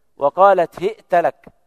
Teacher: بكسر الهاء وإثبات همزة ساكنة بين الهاء والتاء وفتح التاء